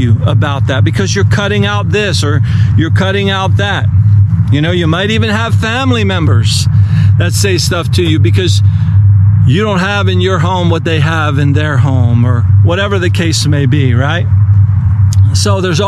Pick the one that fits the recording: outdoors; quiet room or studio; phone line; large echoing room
outdoors